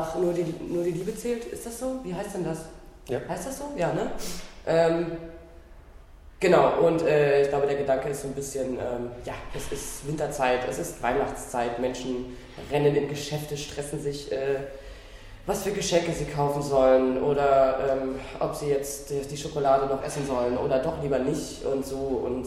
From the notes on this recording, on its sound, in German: Das Interview wurde im Foyer des Theaters geführt und dementsprechend einige Hintergrundgeräusche.